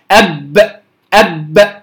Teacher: الباء باء باء أدخل إلى داخل الفم، انطباق الشفتين في الباء أدخل إلى أو أقرب إلى داخل الفم